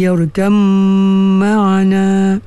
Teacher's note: ba dan mim ni satu tempat keluar dia, ba mim iaitu bibir mulut, ya. Jadi itu kan, ya bunai yurkam ma'ana, yang tu yang dinamakan idgham mutajanisai.